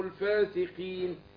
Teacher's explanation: القاف مكسورة، هتاخد أدنى درجات التفخيم